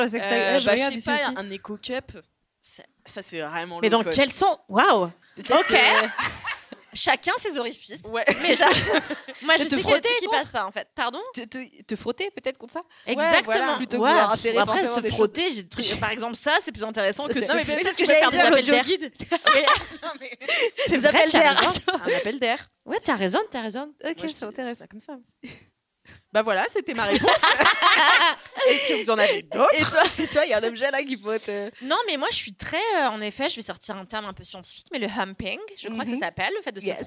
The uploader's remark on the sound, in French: Pour ce dernier enregistrement live de 2023 on a beaucoup ri, et le public s’est beaucoup (trop ?) livré !